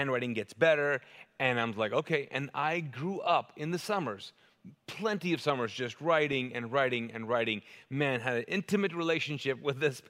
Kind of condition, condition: setting, large echoing room